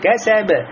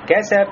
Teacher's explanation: ба только мухалькаля, но не является мушаддада, не удвоенная, но также имеет это качество халькаля · Shown in: first take · То есть вот это небольшое колебание, отдача звука, появляется частичка фатхи.